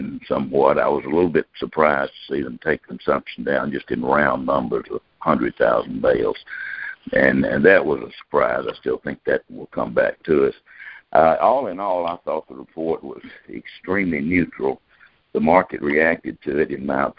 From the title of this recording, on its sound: June 2018 Monthly Conference Call